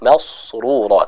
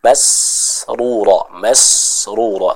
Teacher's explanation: Dan yang terakhir juga pada kata masrura, hati-hati sin dibaca dengan tipis ya, jangan masrura tapi masrura, masrura. Kita baca huruf sin dengan tipis · Shown in: second take